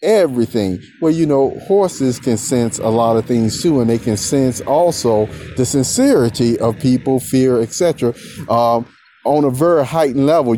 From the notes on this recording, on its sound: this is an outside with walking recording.